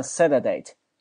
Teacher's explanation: 当 t 夹在两个元音中间的时候，t 就变成了一个 d 的发音